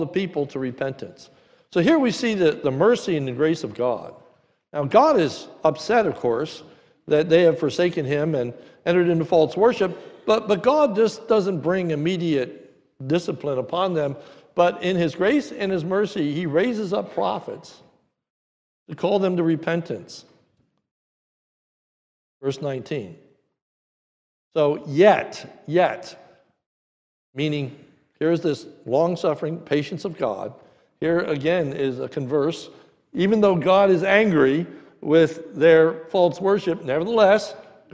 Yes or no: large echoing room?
yes